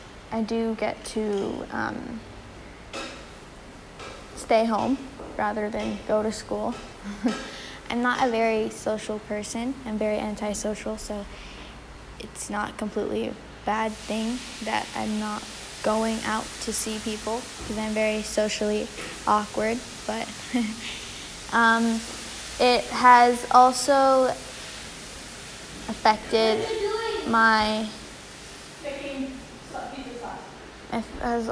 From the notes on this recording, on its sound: I apologize for the background sounds